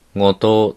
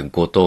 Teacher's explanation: 語頭の語っていうのは、微濁音で語頭とは言わずに、破裂音で語頭というふうに言うんですよね · Shown in: second take